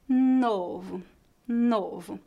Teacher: O segundo o está em uma sílaba fraca no final da palavra, por isso ele é pronunciado como um u fraco.